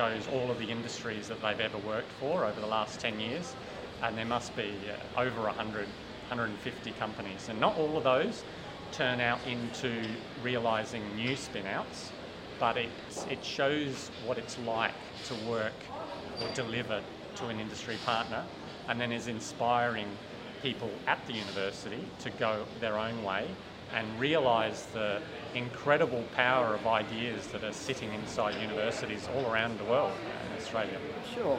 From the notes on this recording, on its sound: The episode was recorded at Land Forces 2022